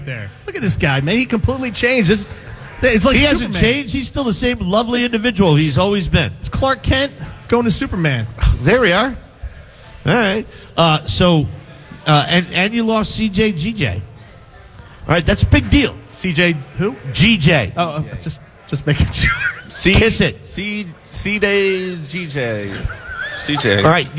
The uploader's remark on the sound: The crew is LIVE from the Grand Opening of Echelon Health & Fitness in Audubon, NJ!